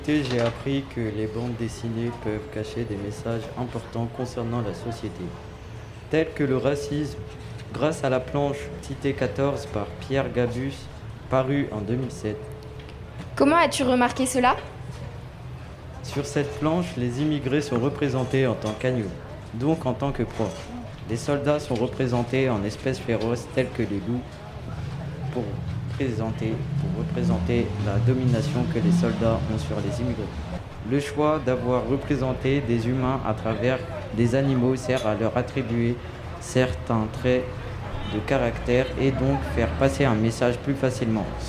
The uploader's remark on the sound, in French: Le Collège Guy Flavien au Musée National de l'Histoire de l'Immigration. Dans le 12e arrondissement de Paris. Enregistrer en public, sur la terrasse du Palais de la Porte dorée. L'émission était l'aboutissement d'un cycle de trois ateliers dans le cadre d'un partenariat entre Radio Campus Paris et le Musée National de l'Histoire de l'Immigration.